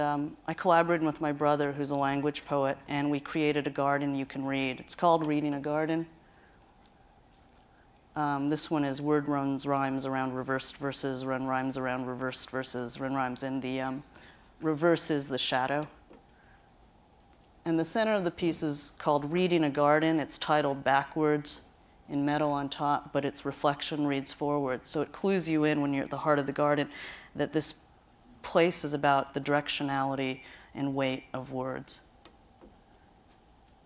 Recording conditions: live audience